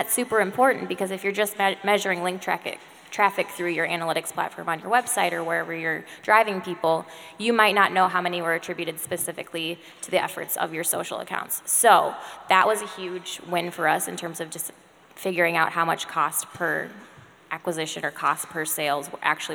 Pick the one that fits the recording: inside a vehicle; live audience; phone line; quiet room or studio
live audience